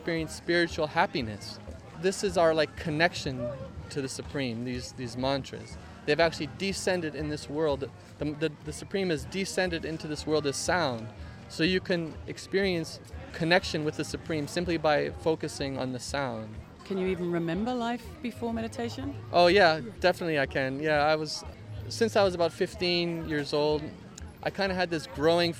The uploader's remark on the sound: Live from the Byron Farmers Market every Thursday morning